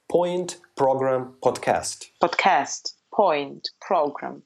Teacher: И звук П произносится мягче и с придыханием.